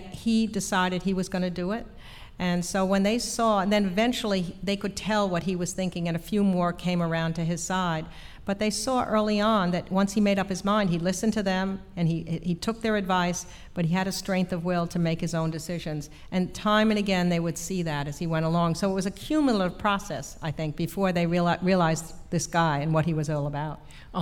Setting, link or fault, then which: setting, live audience